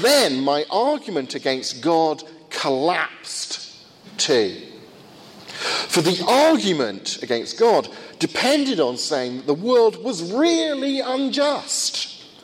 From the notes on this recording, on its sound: First of two lectures at a conference in Finland